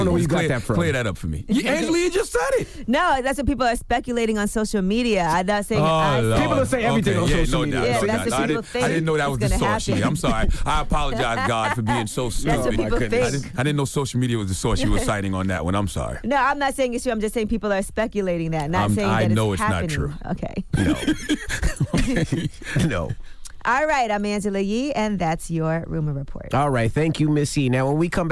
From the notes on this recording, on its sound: we opened the phone lines